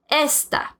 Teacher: Now, you pronounce it how you would generally pronounce a Spanish word ending in a vowel, N or S, with the stress on the second to last syllable